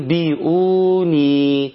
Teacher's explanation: حصل إقلاب، تنقلب النون على طول لميم، ويبقى النطق بتاعها أنبئوني · Term: الإقلاب